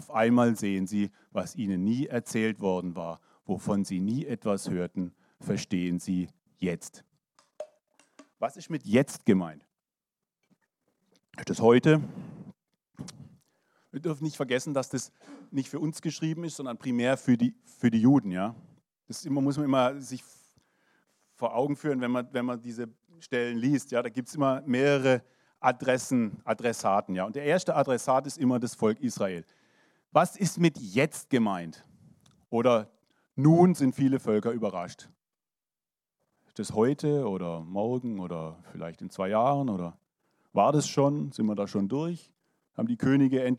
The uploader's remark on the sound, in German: 2023 in der Gemeinde Kaleo Schopfheim aufgenommen.